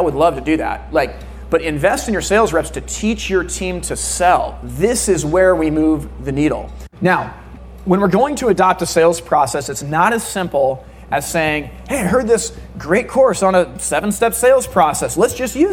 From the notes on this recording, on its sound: NE Distribution Keynote. A keynote address that he gave in the summer of 2023 in New Hampshire.